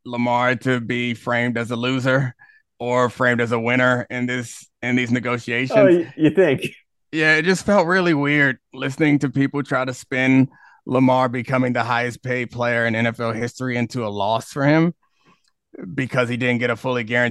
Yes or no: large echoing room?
no